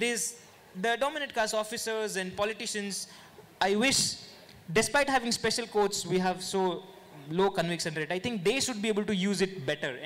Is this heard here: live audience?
yes